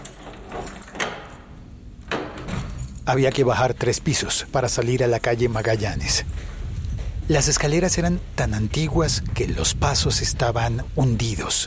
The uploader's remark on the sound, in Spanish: Un episodio pódcast grabado en sonido binaural, por las calles de Madrid, de camino a las Jornadas de Podcasting de España.